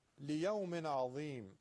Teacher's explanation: عین رو در تجوید درشت نگید، غلطه. عین درشت و تفخیم نمیشه. · Term: عین نازکه